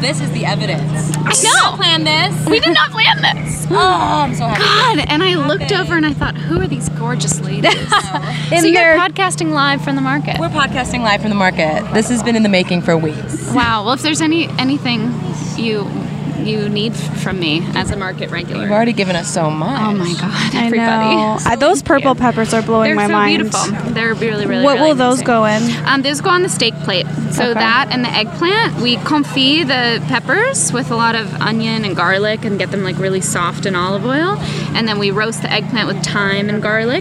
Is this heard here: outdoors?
yes